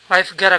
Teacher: Esta forma también se puede abreviar, omitiendo las dos primeras letras de have y colocando un apóstrofo en su lugar. Este have abreviado se pronuncia como una F.